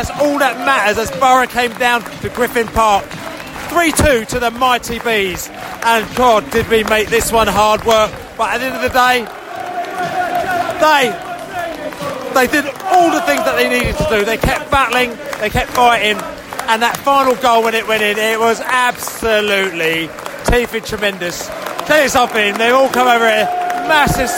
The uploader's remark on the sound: post-match podcast from the pub